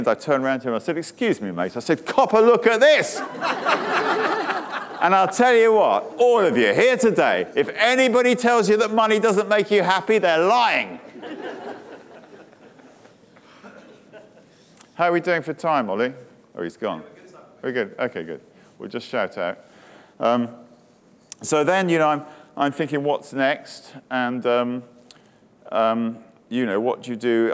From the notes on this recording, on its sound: speaking to a crowd of attendees at Day 1 of the Elite Business Live event on March 9